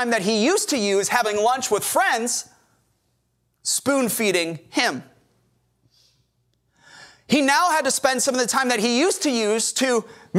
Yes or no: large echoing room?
yes